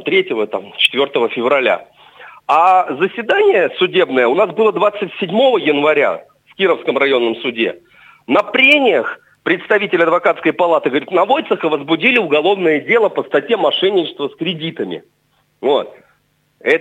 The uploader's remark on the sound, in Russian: Гости по телефону